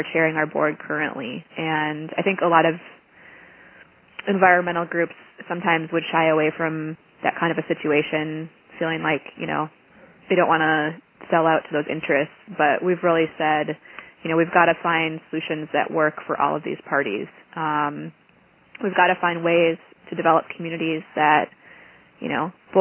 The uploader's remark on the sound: Call recorded on March 10, 2011.